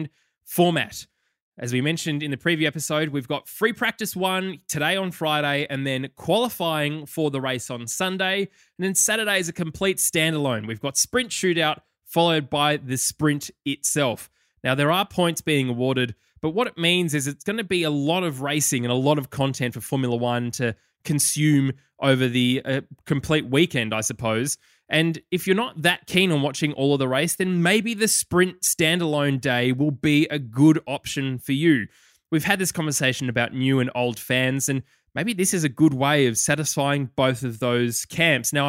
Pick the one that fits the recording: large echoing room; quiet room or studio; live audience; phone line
quiet room or studio